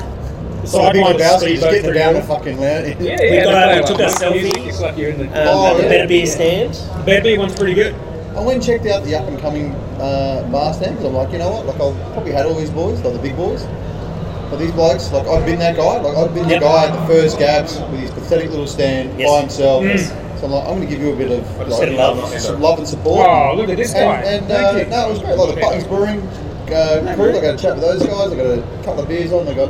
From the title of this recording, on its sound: Live from GABS with Big Shed Brewing